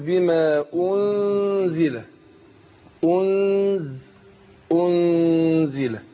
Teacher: إخفاء النون عند الزاي